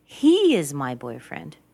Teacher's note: What if I decide to say, he, very strongly, he is my boyfriend.